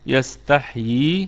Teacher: يستحيي الكلمة كلها مرققة، والسين فيها الرخاوة وفيها الهمس وفيها الصفير. يستح كمان الحاء فيها الهمس وفيها الرخاوة، يستحيي.